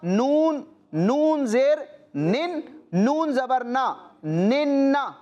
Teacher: تو اس کو ہم نے دو مرتبہ پڑھنا ہے. ایک مرتبہ یہ پڑھا جائے گا پہلے والے نون کی حرکت یعنی کہ زیر کے ساتھ ملا کر، اور دوسری مرتبہ پڑھا جائے گا اپنی حرکت کے ساتھ ملا کر ذرا رک کر · Term: مشدد